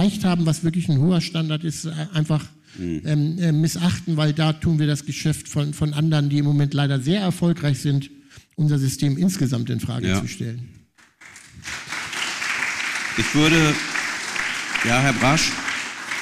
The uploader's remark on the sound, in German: Aufzeichnung Podiumsdiskussion am 18.09.2023. Diskutierte auf Einladung der Akademie der Wissenschaften in Hamburg ein Podium, besetzt mit Persönlichkeiten aus Wissenschaft, Zivilgesellschaft und Politik.